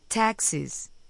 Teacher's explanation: Observe que la S del plural se escucha y se pronuncia z.